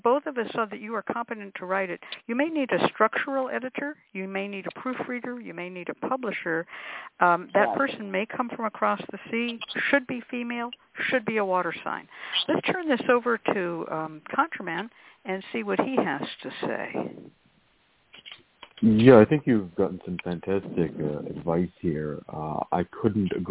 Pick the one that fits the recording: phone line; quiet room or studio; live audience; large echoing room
phone line